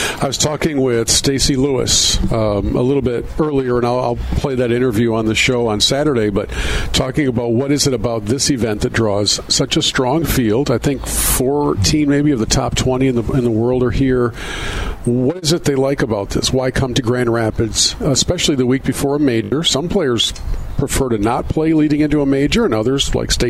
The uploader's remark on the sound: broadcasting live from the Blythefield Country Club which is home to the Meijer LPGA Classic